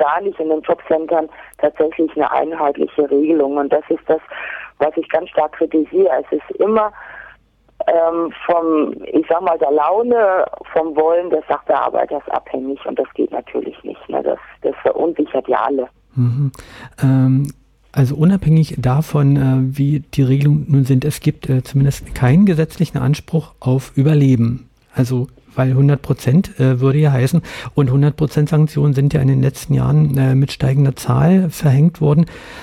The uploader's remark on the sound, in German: am Telefon dazu ein lockeres Gespräch geführt